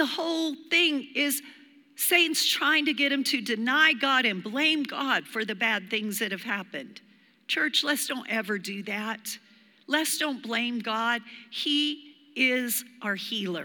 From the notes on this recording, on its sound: Recorded live during our Wednesday night service